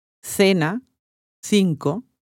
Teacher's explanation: Seguita da E, I si pronuncia con la lingua fra i denti.